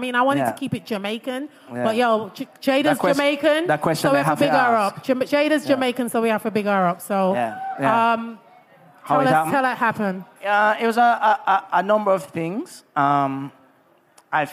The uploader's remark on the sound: LIVE! With An Audience. Event with an audience recorded at the Regency Bar & Lounge in Kingston, Jamaica.